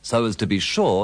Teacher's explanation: The A in as is sometimes pronounced like the A in cat if it's at the beginning of a sentence, but usually it's pronounced with a schwa.